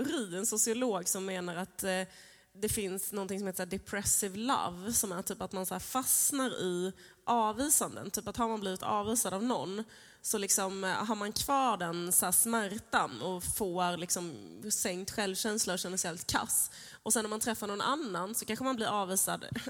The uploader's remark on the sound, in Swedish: Live från Kulturhuset